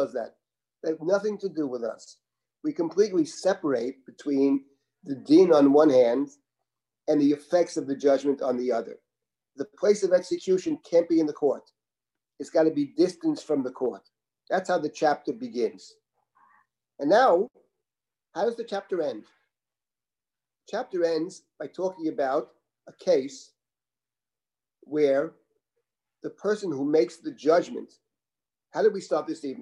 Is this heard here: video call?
yes